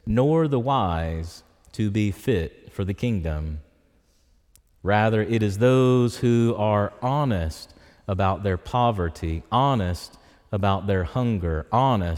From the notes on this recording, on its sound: preached in Church of the Ascension on Sunday, October 15, 2023